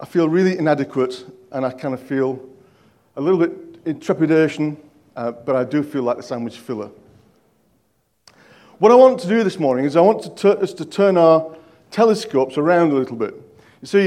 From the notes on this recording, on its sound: At King's Church, Cockermouth, as an audio file.